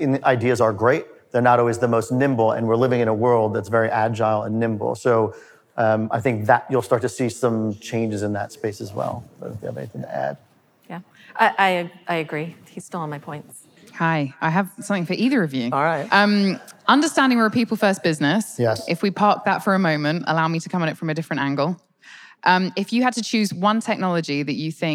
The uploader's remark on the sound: During Advertising Week, Carat and Google invited 100 agency and client leaders to come together to hear a state of the industry and predictions for 2020. For the first time we took the pod LIVE.